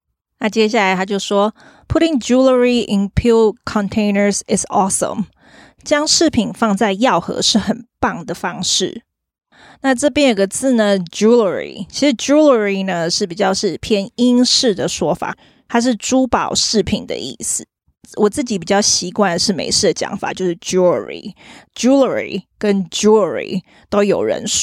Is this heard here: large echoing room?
no